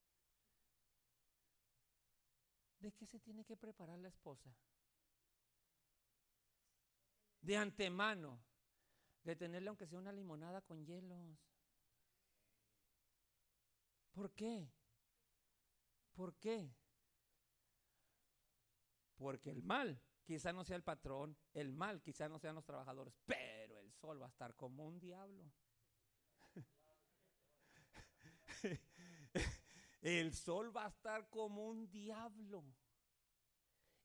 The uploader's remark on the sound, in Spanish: Este mensaje fue grabado en vivo en la Iglesia Monte Sinai Upland.